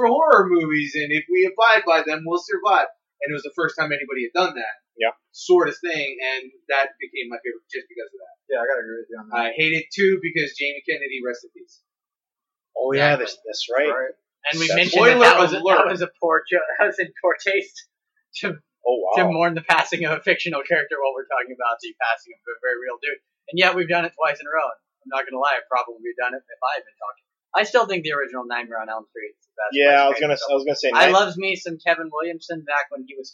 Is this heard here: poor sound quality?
yes